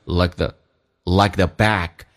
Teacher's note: Like the 不被强调，用降调来发，变成 like the back.